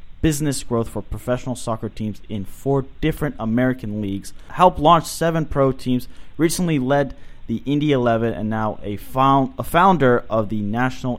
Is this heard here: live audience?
no